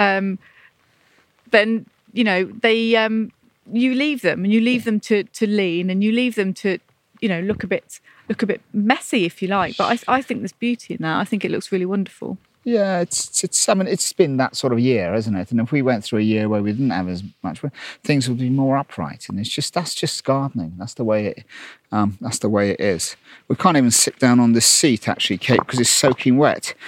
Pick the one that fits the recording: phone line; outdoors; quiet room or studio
outdoors